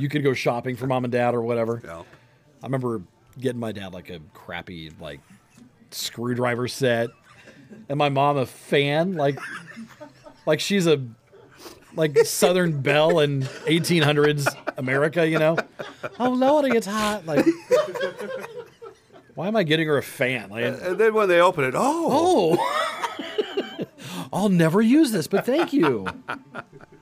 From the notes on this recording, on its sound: Our big Christmas show with a live audience!